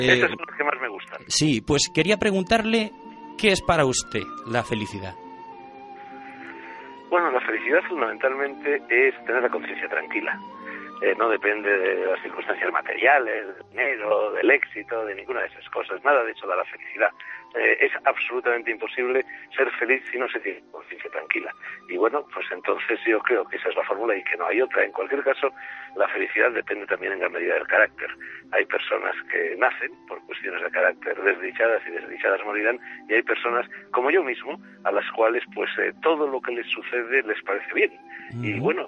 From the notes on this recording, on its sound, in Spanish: Entrevista telefónica